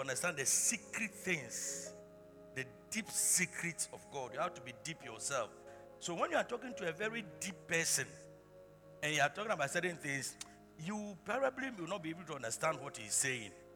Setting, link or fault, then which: setting, large echoing room